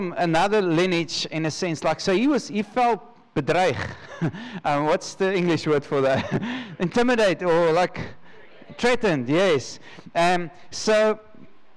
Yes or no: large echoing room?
yes